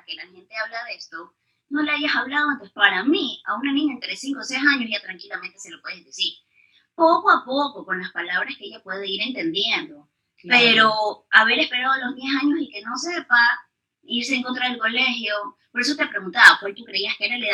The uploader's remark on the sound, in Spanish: En vivo. Disculpen la calidad del audio.